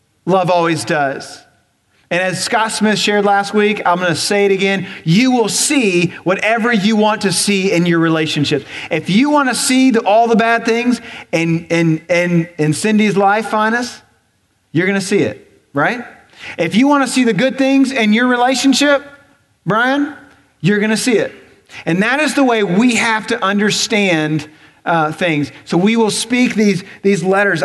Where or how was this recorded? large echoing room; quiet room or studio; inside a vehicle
large echoing room